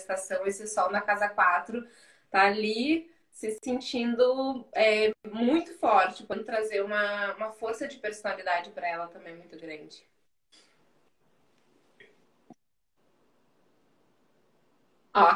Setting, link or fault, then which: link, video call